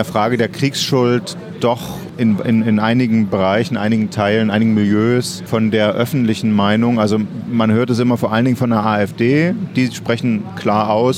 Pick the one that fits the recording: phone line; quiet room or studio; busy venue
busy venue